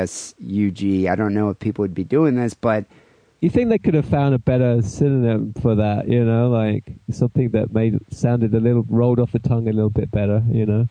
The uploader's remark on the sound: Phone calls and listener email.